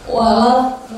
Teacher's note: Lam tasydidnya itu tidak boleh dihilangkan.